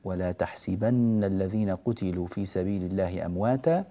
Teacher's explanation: هو بكسر السين كذا في قراءة الإمام نافع رحمه الله تعالى